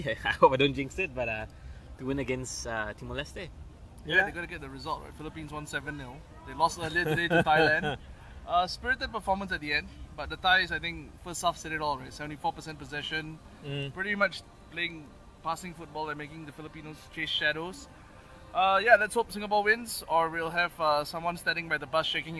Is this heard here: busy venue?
yes